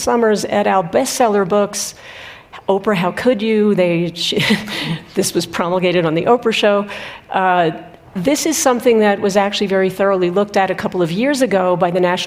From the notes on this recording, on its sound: Two obstetrician and gynecologists meet on stage at the 2023 Aspen Ideas Festival.